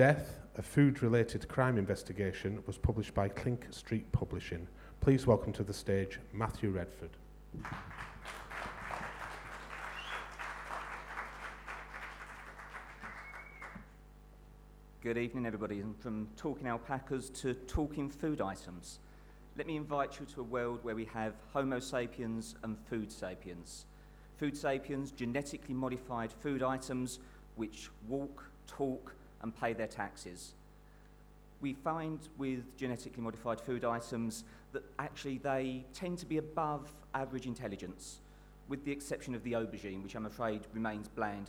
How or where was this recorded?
live audience